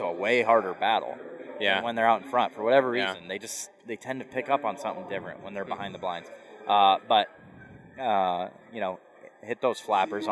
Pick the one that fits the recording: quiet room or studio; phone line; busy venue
busy venue